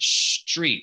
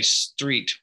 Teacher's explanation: I would say in my accent, street. So I say kind of a sh sound · Shown in: first take · sh sound, street.